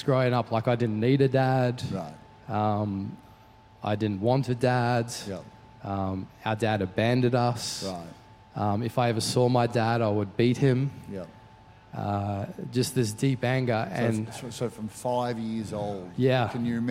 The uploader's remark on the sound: Recorded during our 5pm service on Sunday, the 3rd of September 2023.